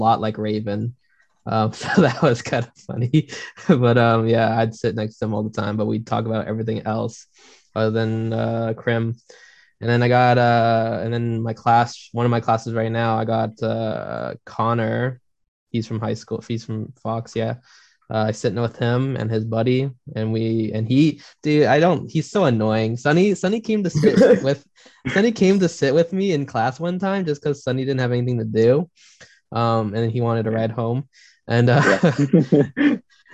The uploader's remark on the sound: on Zoom for this session